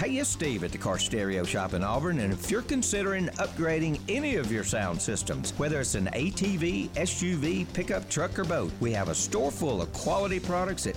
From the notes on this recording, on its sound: open the show live from Big Mike's Steakhouse